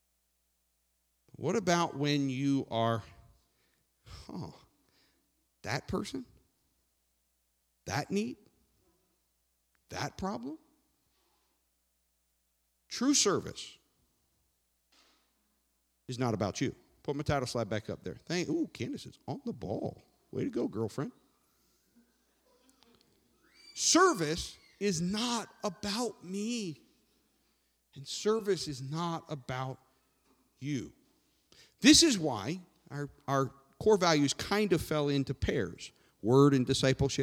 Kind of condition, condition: setting, large echoing room